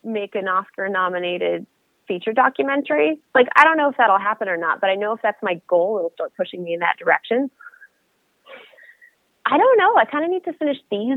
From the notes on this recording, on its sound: So got her on the phone